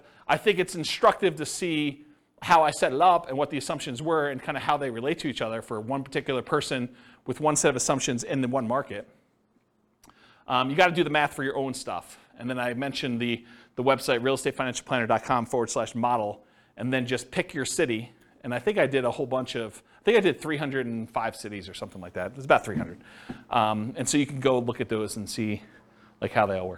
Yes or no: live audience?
yes